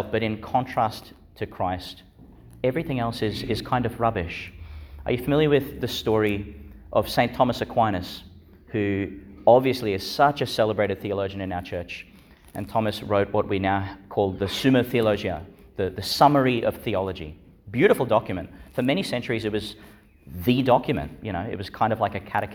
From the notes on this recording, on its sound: Homily for the Seventeenth Sunday in Ordinary Time, delivered in Our Lady Star of the Sea Church, Gladstone, Qld.